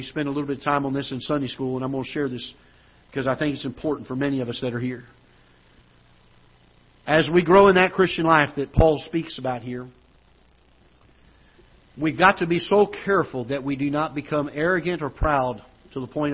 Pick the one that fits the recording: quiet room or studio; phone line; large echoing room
large echoing room